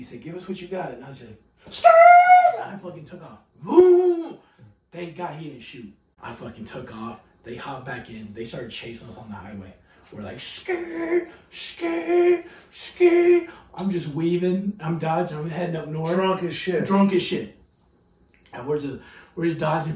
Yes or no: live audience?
no